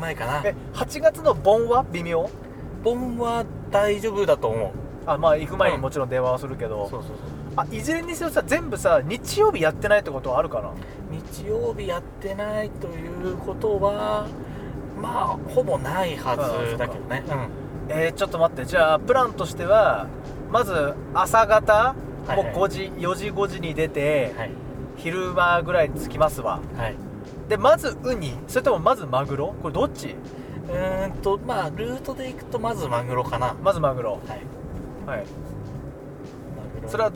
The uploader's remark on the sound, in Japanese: ドライブ収録